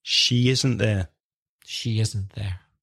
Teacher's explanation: There's a Y sound, a Y sound between the she and the isn't. · Term: intrusive sound